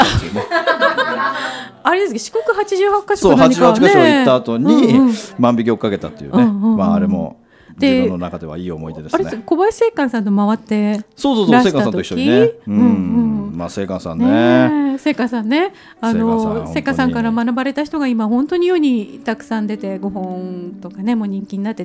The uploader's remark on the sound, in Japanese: 講演会＆道後温泉ご一行様公開収録。